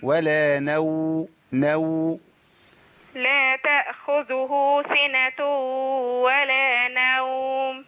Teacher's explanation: ما ينفعش أقول نوم لأن أنا كده هجيب ألف بعد النون